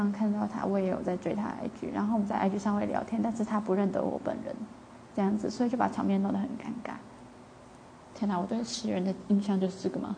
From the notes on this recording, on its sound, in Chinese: 今天的雜音有點多抱歉